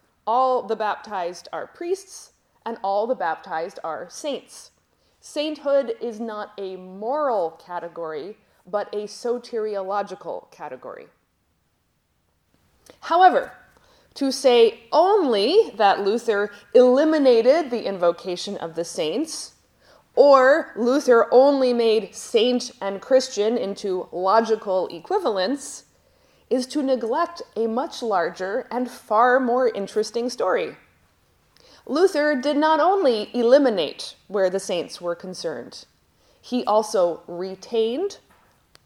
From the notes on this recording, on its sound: Lecture at Johannelund Theological School in Uppsala, Sweden, at a daylong conference on Sanctification in Lutheran Perspective.